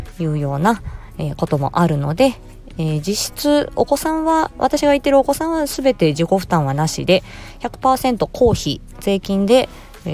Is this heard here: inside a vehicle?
yes